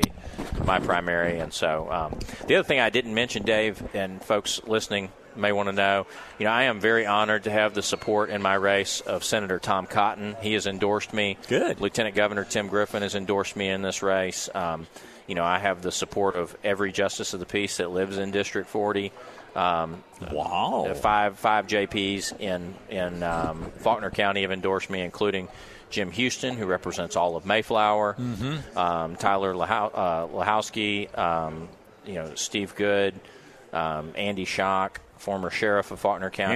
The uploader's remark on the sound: Live at the State Capitol for Filing Day.